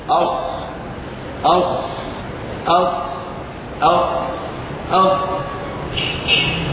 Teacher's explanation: النفس يجري مع نطق الصاد وهو مهموس